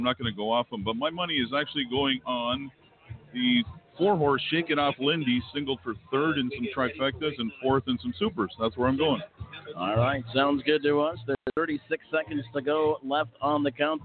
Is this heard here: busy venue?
yes